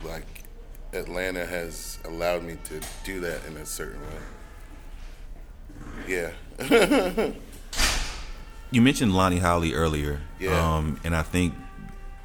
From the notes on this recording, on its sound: Each of these conversations was produced in the open space confines of Atlanta Contemporary, providing an opportunity to allow the activity, energy and sounds of the art center to add to the context of the dialogue.